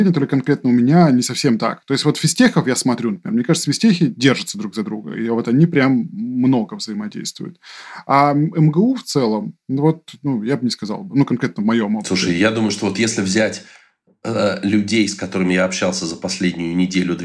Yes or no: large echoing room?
no